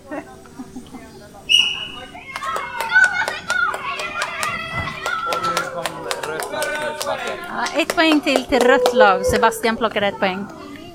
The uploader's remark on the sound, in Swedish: Ett besök på SRF Bohusläns cabaret Svart kaffe. Cabaret Svart kaffe del 2 där ni får följa med och höra på hur det lät och lite interjuer med deltagarna.